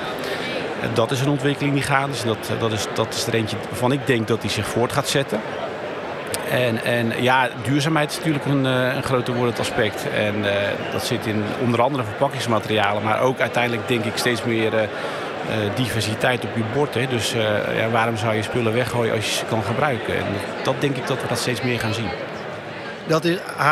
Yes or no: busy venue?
yes